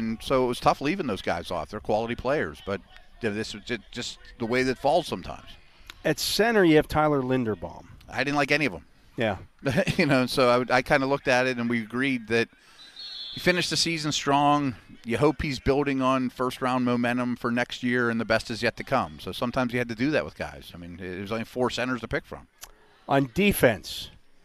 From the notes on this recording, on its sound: SNR The Drive from Steelers' Mini Camp Day 1. Broadcasting live from the UPMC Rooney Sports Complex for day one of Steelers' 2023 Mini Camp.